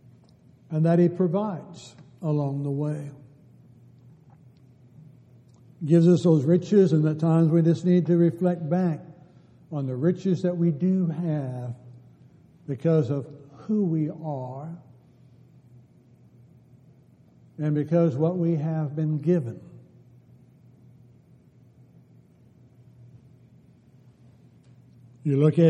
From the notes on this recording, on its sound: Downtown Church Of Christ Audio Sermon.